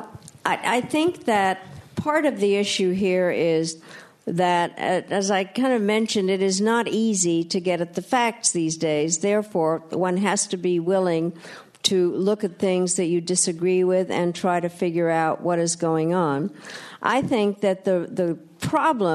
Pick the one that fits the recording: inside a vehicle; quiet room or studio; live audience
live audience